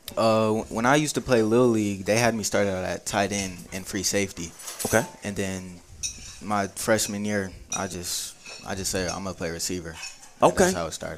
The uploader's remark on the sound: live from Monte De Rey Mexican Restaurant in Kernersville every Tuesday night in season!